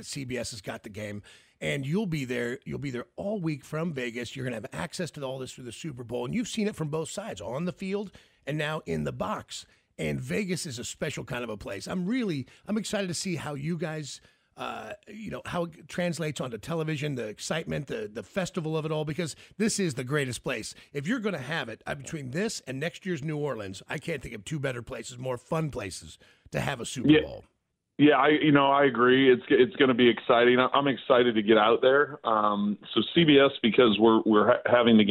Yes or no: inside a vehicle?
no